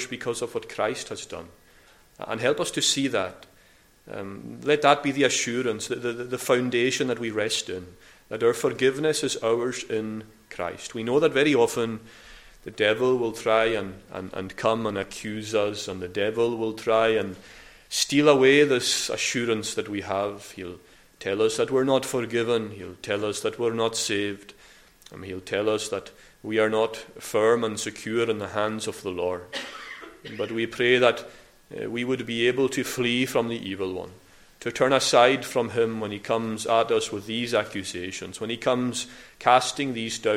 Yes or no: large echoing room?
yes